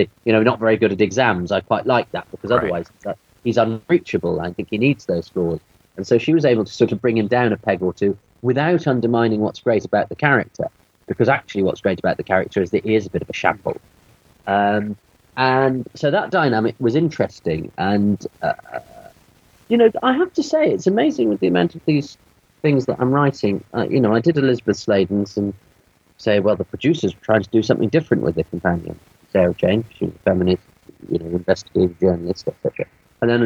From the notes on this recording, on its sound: There were some unexpected audio glitches this time; I hope you'll bear with them.